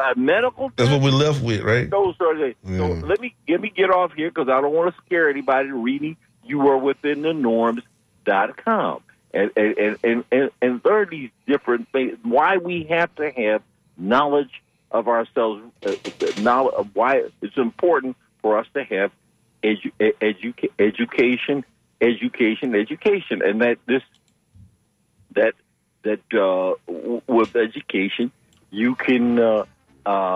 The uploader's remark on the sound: unique magazine format call-in show